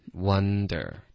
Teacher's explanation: 它不是一个 ang，它是一个顶舌尖的 n